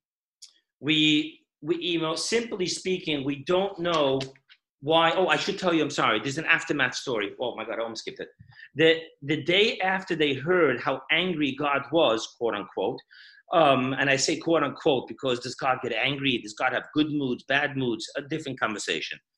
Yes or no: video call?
yes